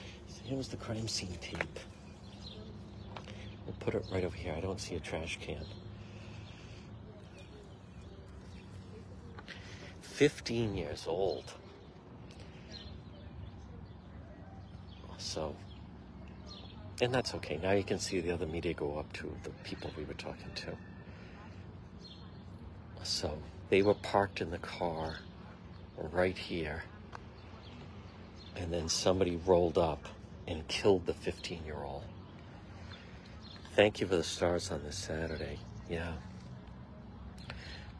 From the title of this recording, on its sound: on-the-scene Livestream in Chad Brown